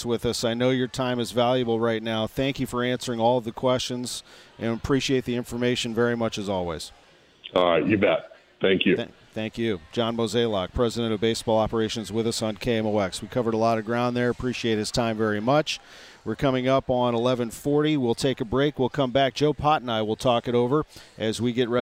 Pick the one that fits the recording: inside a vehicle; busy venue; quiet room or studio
busy venue